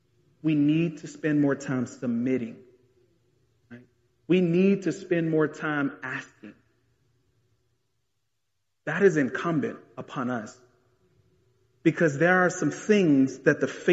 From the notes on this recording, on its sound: This message was delivered in January 2022 at the historic Bethel Baptist Church Collegeville.